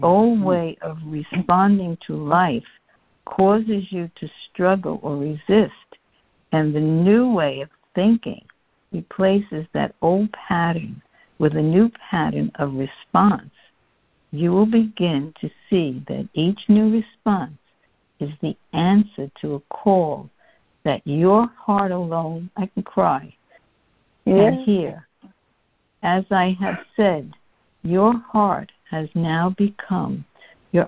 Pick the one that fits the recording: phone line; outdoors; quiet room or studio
phone line